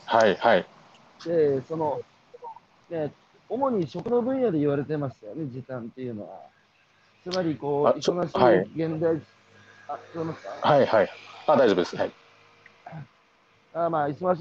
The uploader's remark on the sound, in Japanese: 歩きながら1時間、対談する